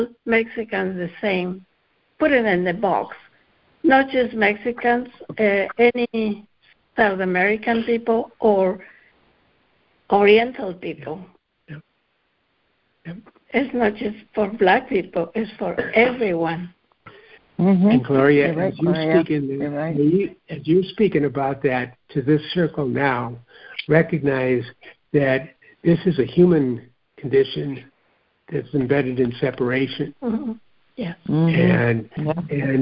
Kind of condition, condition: link, phone line